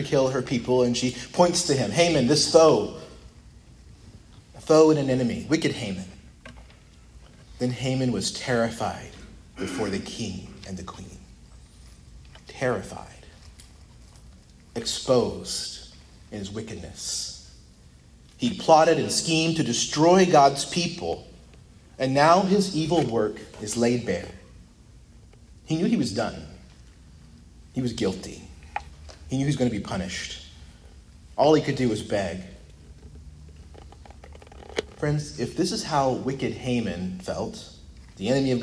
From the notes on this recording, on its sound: preached at Christ Our Savior Baptist Church